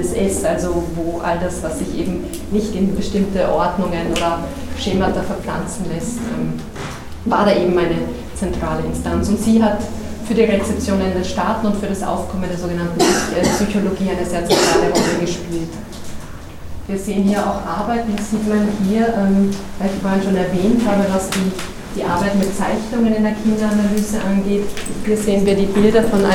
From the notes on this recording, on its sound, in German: Zu hören ist der Mitschnitt einer Führung